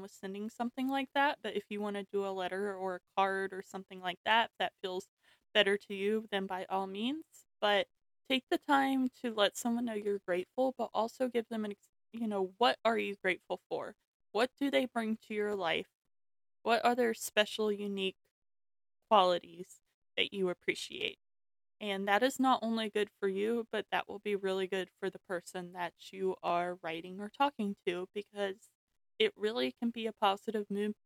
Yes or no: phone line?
no